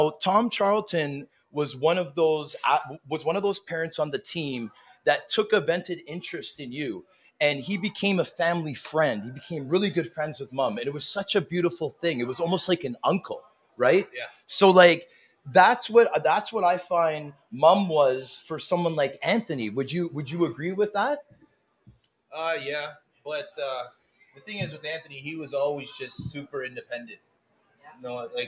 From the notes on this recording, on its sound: Live from The Locker Room Studio in Bottomline Sports Bar.